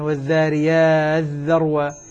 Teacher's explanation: التاء في الذال مثلا والذاريات ذروة، هذه أيضا إدغام كبير